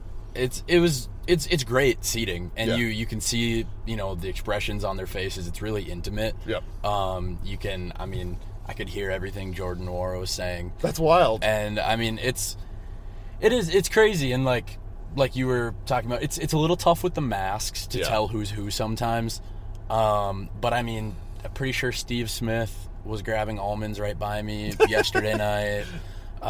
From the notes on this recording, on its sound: Came out to Vegas. We recorded in a car with the AC running so the audio might sort of stink.